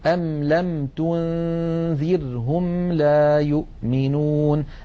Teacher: ولاحظوا بأننا نقول من غير زيادة في الغنة ولا نقول من غير غنة، فإن الميم فيها شيء من الغنة ولكن هذه الغنة لا تطويل فيها · Term: الإظهار